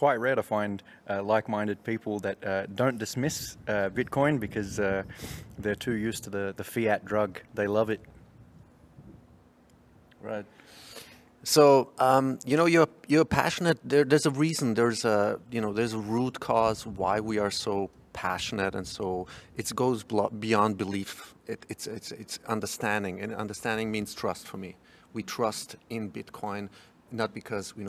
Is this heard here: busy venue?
yes